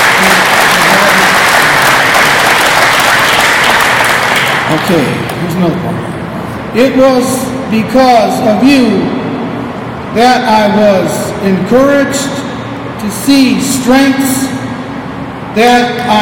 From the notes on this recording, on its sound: Podcasting live from the Special Olympics 50th Anniversary Kick-off Press Conference at Solider Field in Chicago. We bring you the live audio from the press conference.